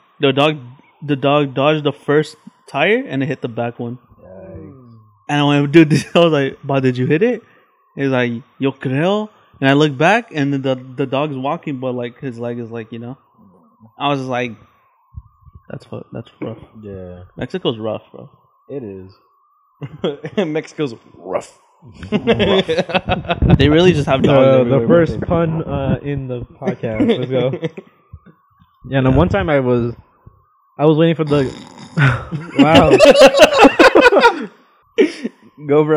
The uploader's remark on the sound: we apologize for the high pitched static in the background